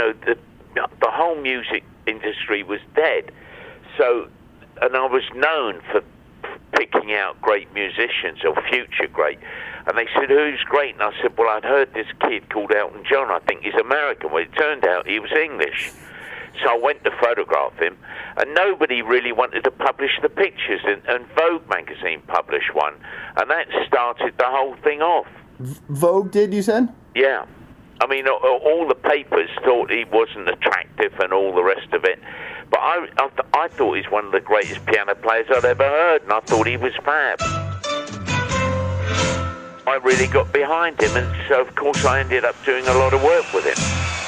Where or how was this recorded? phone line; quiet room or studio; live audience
phone line